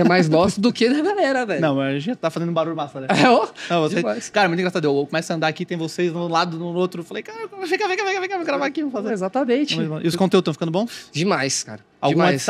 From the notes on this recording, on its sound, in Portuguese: Diretamente do Case ABStartups, gravamos vários episódios incríveis para o De Galho em Galho durante este evento.